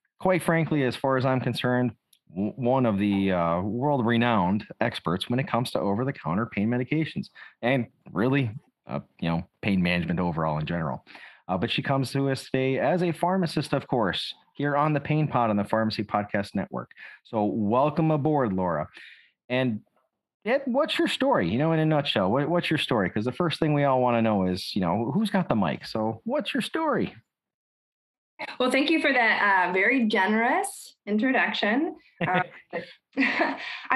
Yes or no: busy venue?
no